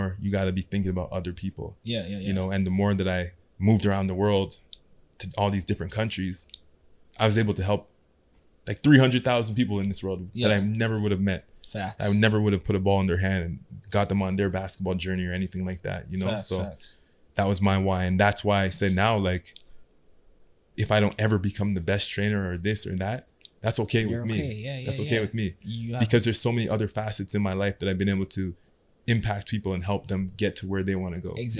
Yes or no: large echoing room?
no